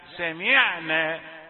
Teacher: حذار أن تأتي بصوت العين مشوبا بصوت الغين لتقاربهما في المخرج